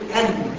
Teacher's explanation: من طرف اللسان مع أطراف الثنايا العليا · Term: النون